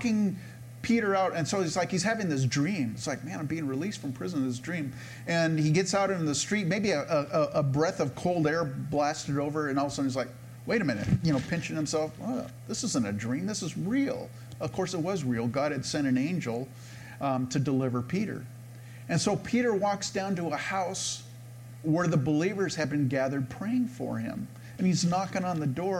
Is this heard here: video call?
no